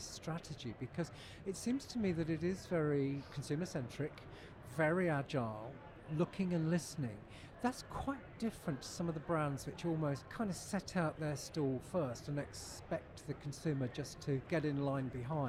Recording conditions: busy venue